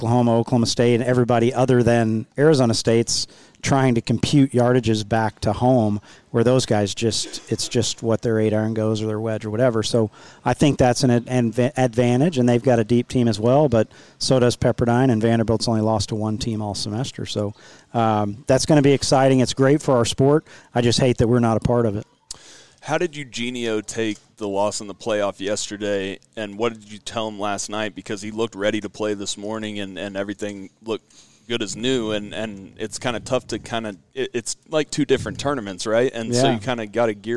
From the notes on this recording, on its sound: Live From Grayhawk! Live reaction following the match play!